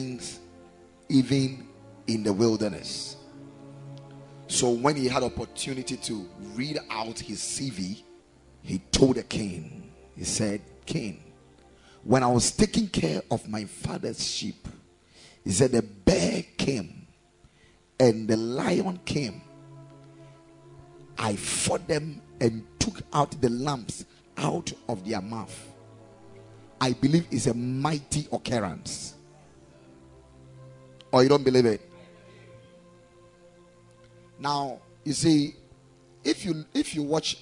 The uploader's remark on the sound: Preached at the Ekklesia Chapel